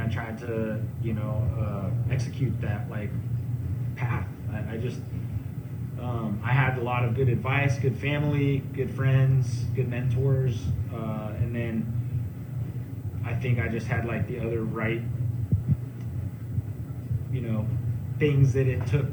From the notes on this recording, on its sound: live at the Santa Cruz Boardroom